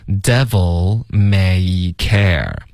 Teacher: devil 结尾的 L 的音注意别撅嘴唇，OK，是靠舌尖顶上颚的